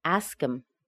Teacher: we do often remove that h when the words such as he, him, her are in the middle of a sentence or the end of a sentence. So we have really ask plus im, or we reduce it to with a schwa.